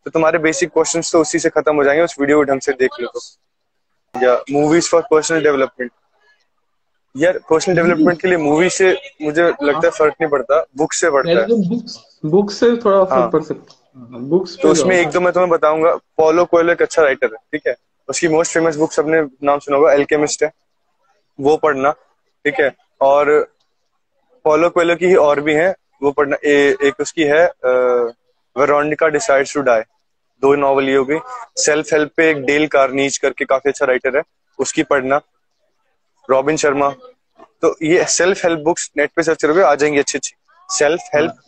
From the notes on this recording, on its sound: This was part of Insta Live.